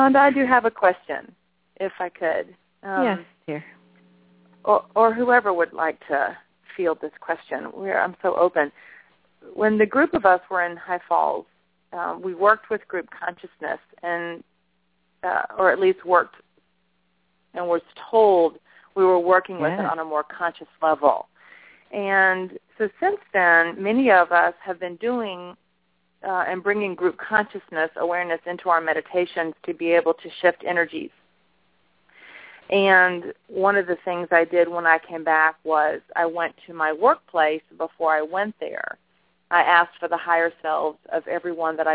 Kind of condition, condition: link, phone line